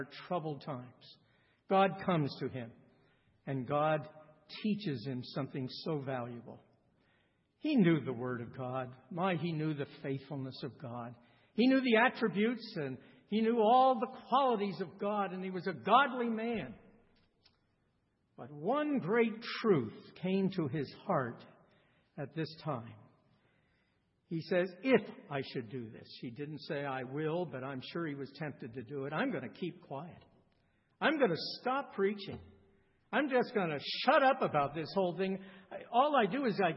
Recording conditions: large echoing room